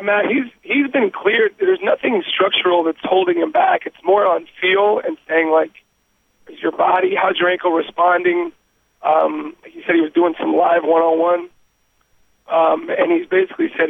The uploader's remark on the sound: Conference Call